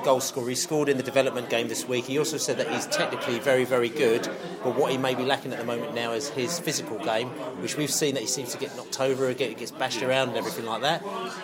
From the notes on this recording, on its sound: field questions from the fans at the 2014 Brentford fans forum